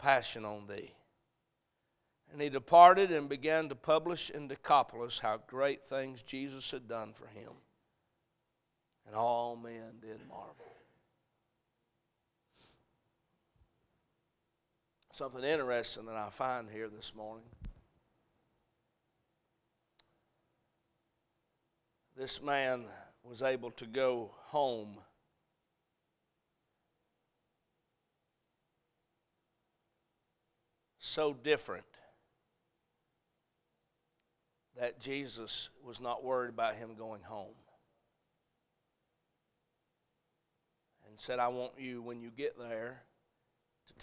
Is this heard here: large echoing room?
yes